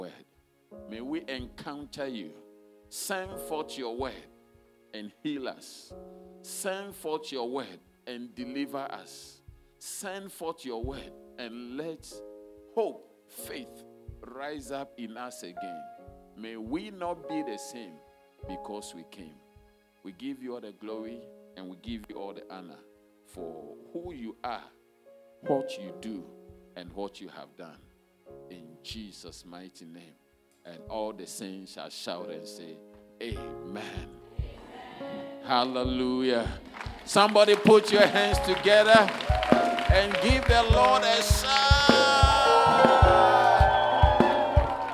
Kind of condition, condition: setting, large echoing room